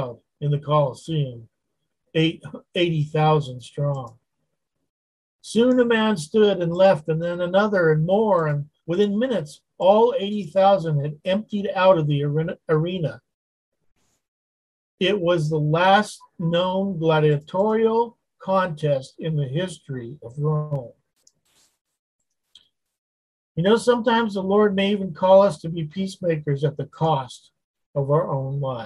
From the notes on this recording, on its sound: Wednesday Zoom study.